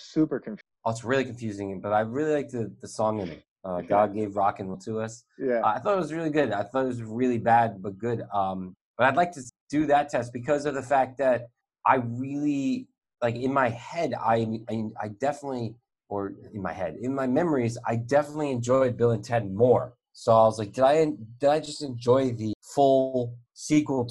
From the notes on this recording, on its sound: We recorded this on July 19th, 2020 on Zoom so there are small sound discrepancies and tech issues